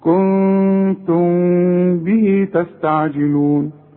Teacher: كنتم برضو الميم بدون تشكيل بعدها كلمة بتبدأ بالب، اذا برضو حخفي وغن، واذا وقفت الميم تظهر اقول كنتم، انما حوصل يحصل انفراد في الشفايف. · Term: الاخفاء